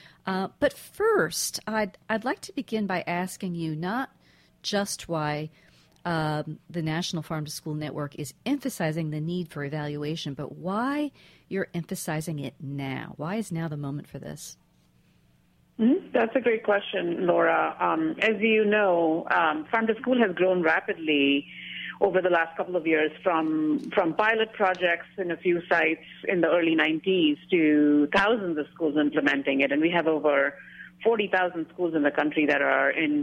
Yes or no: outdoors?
no